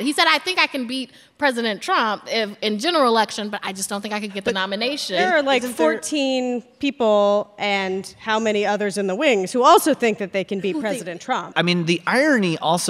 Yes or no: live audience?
yes